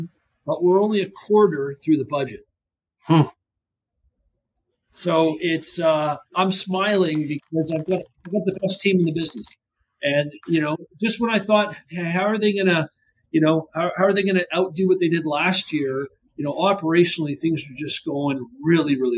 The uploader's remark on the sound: Sorry for the poor audio quality - issue has been solved.